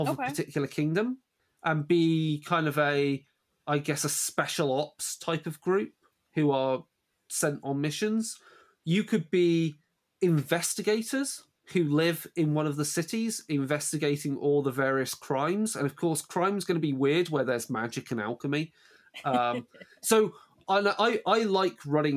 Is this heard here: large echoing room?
no